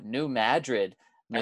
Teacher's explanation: With the emphasis on the first syllable and the Madrid, the capital of Spain.